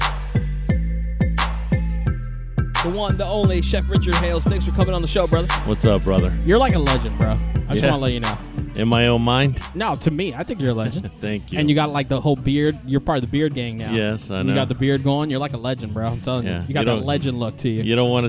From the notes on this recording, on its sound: we are live at The Confidante Miami Beach